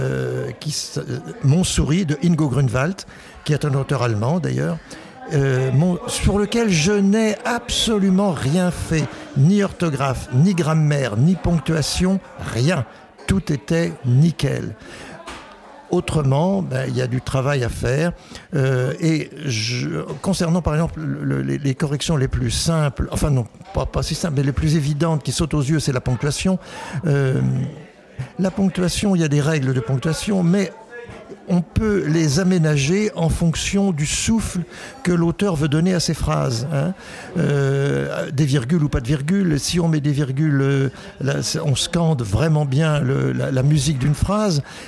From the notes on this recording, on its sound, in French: Nous sommes le 18 septembre 2022 et assis à une table du bar le Clémenceau de Jard sur mer. Nous recevons des auteurs et des éditeurs qui participent à Escale Littéraire, le festival proposé par la communauté de commune Vendée Grand littoral.